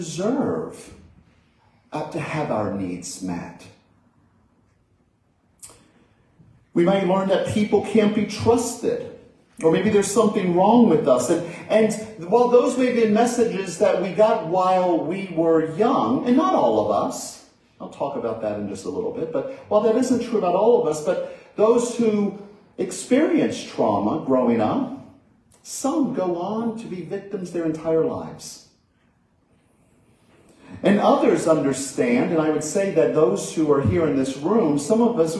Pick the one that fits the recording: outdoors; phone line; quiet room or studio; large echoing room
large echoing room